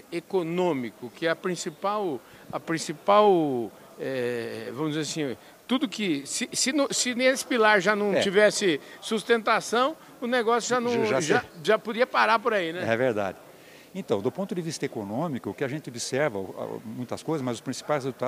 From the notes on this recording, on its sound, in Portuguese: Entrevista, gravada durante o 13* Simpósio Nacional Asbram, que aconteceu em Campinas, nos dias 23 e 24 de Novembro. Os principais pontos estão aqui nesta entrevista, gravada durante o 13* Simpósio Nacional Asbram, que aconteceu em Campinas.